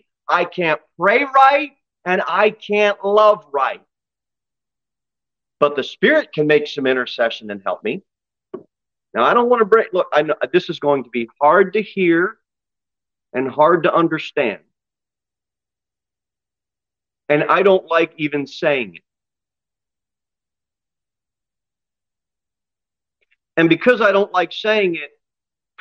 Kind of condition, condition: setting, large echoing room